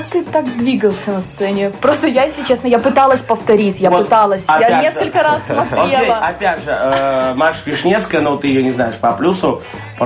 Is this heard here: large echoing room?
no